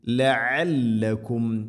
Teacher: അയിന് തൊണ്ടയുടെ മധ്യഭാഗമാണ് മഖ്റജ്